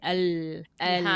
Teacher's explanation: It's, it's, from the back. It's what we would call a dark L in that case.